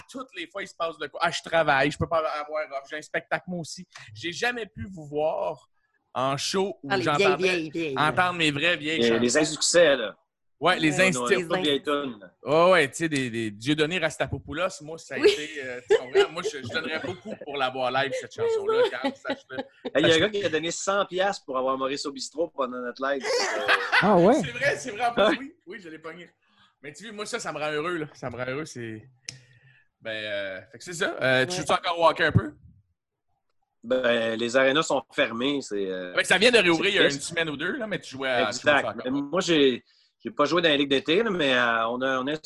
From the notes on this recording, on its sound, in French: La classe a eu lieue sur Zoom.